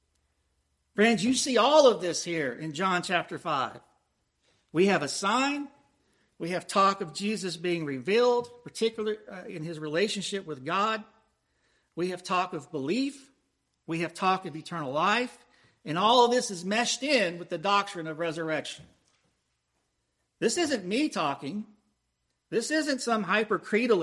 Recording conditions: large echoing room